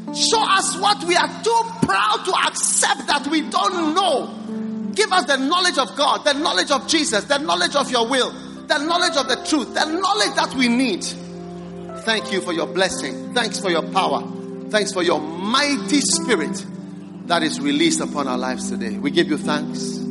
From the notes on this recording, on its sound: Preached at the First Love Center.